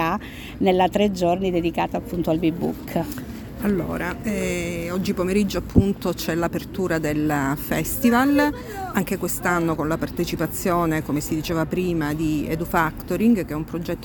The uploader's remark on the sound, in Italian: siamo al B-Book Festival di Cosenza